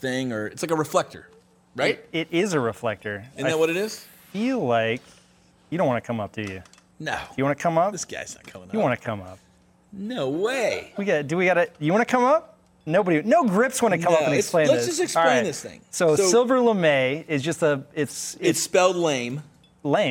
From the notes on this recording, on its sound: In front of a live audience. Bring on members of the audience.